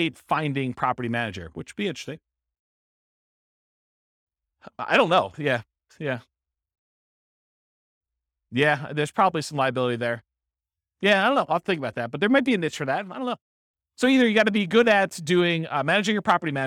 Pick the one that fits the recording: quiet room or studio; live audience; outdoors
live audience